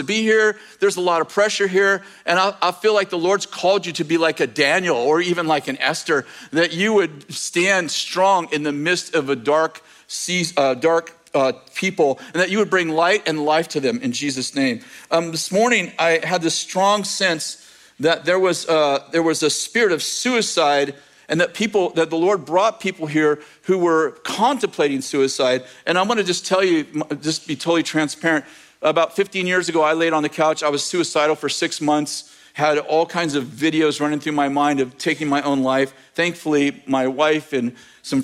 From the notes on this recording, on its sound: In this message from May 21st, 2023, at Bethel Church in Redding, CA